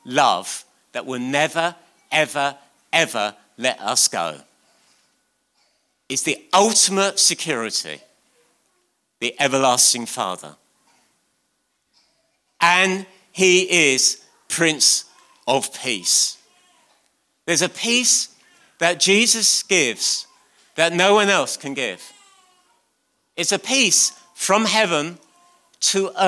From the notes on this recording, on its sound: on 22nd December 2019 at King's Church, Cockermouth.